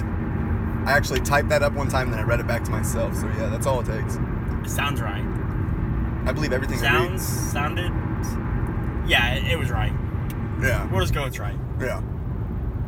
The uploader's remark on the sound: roll home from a shopping trip on the west side and record their conversation the entire time